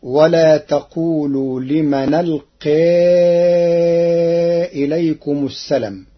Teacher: قرأ ورش كلمة السلام بحذف الألف بعد اللام فتصير ولا تقولوا لمن ألقى إليكم السلام من الانقياد.